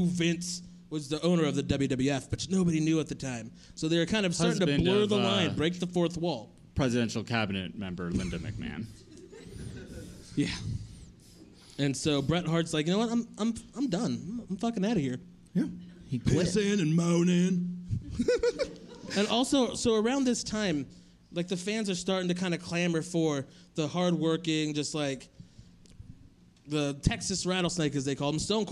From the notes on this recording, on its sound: This is our first ever live show from Storyfort during Treefort Music Fest 2019!